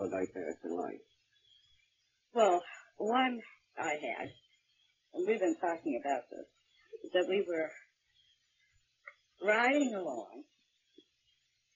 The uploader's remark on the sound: WARNING: Poor audio quality, raw, and uncut.